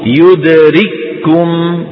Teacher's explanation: لاحظتم كيف الكاف مشددة كاف واحدة